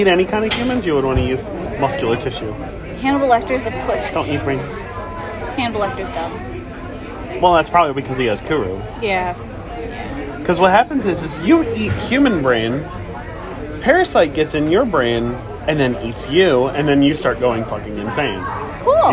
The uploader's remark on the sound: come to you live from a local Denny's